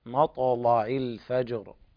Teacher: والفجر الوقف عليها بتفخيم الراء